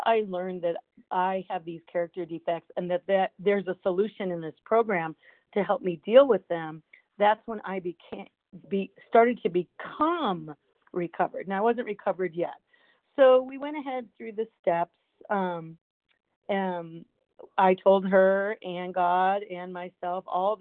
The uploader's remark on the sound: from the 100 Pounders Phone Meeting on 12/17/20